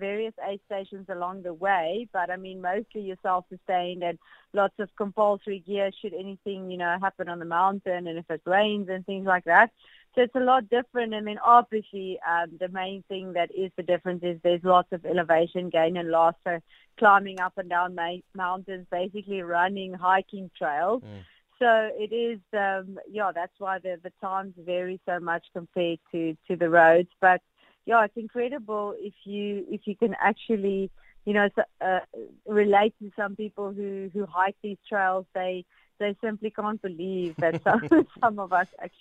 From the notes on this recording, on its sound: Guest on the line. A keynote speaker from Cape Town.